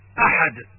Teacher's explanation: أحد الهمزة من أقصى الحلق